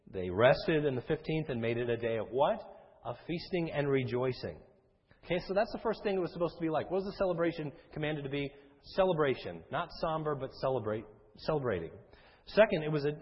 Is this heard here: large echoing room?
yes